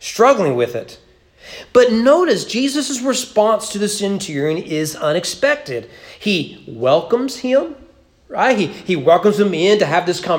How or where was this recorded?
large echoing room